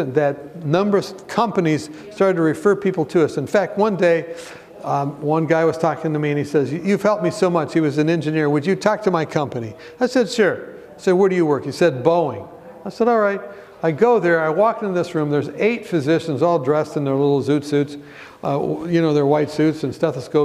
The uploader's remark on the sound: Be blessed with this encouraging message from our recent Right Arm Revival Conference.